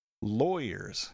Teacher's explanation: Even though you see L-A-W, think law, lawyers actually has more of an oi sound inside.